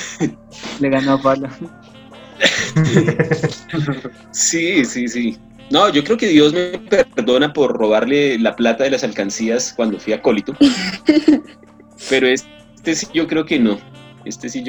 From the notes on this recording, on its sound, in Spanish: Perdón por las fallas del audio